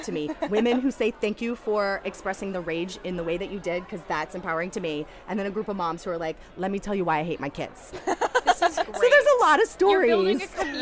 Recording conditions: busy venue